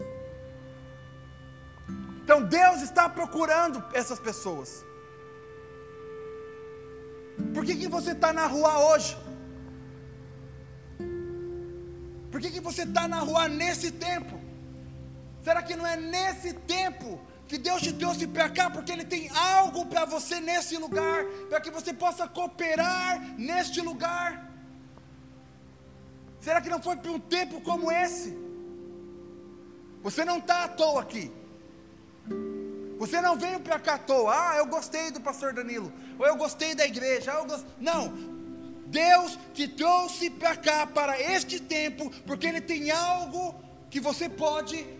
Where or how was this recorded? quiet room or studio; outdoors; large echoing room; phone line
large echoing room